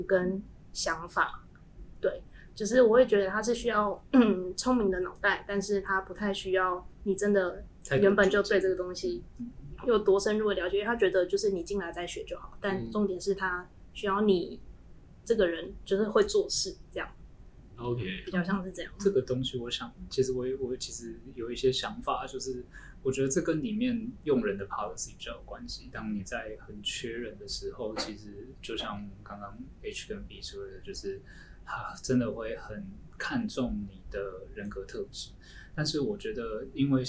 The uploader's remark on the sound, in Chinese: 四人會談要找場地真麻煩，希望有錢後可以大幅升級收音設備及場地。